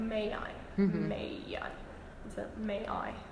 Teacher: diphthongs that move into the direction of the kid vowel, there is a joining by yod · Term: yod glide